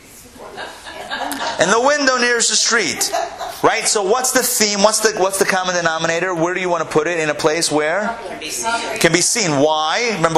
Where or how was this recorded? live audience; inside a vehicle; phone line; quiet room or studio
live audience